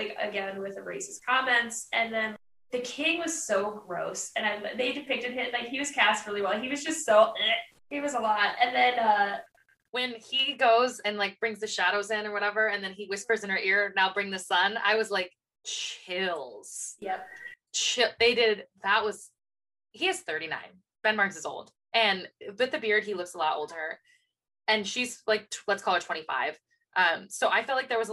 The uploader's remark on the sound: We want to apologize for the audio, we recorded this with a lot of emotion and sleep deprivation, we're still trying to figure everything out.